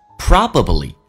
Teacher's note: B 跟 L 在一起的时候，那么一般 B 是不发音的，直接可以发成 probably.打开口腔,O 到 R 的一个转变,probably.